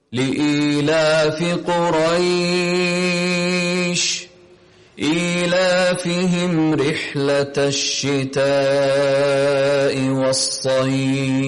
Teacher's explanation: the Fa and the Sheen, they have a level of blowing and breathing in it that you, it's a gentle amount of air that emanates from you. · Term: letters of breathing out